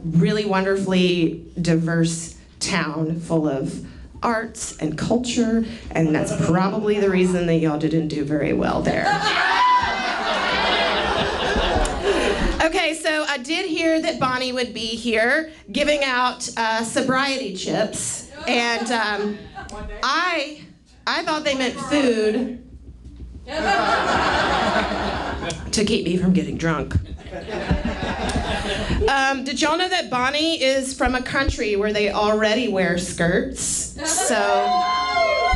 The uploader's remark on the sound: Live audio from Roast in Peace. (LIVE AUDIO).